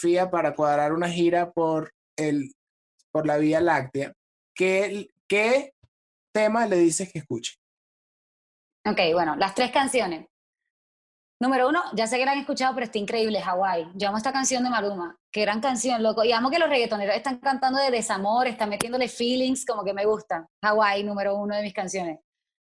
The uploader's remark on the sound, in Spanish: El Music Deal se conecta vía Zoom